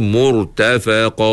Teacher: Sampai ada huruf hamzah pula. Itu tak betul. Jangan kita timbulkan hamzah.